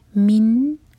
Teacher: نون پر اظہار تو نہ تو نون کو ہم ہول کریں گے اور نہ ہی جھٹکا ہونے دیں گے